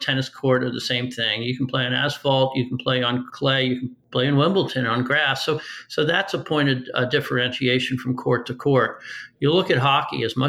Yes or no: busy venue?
no